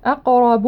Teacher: نقلقل القاف ونفخم الراء